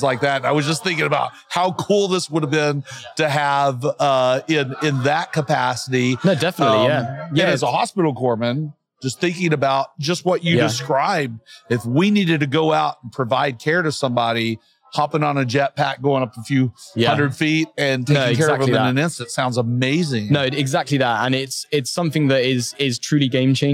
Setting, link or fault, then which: setting, busy venue